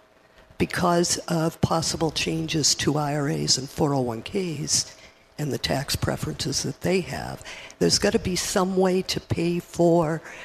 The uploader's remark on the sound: Live from Commonwealth Financial Network's 2017 Retirement Symposium in Boston.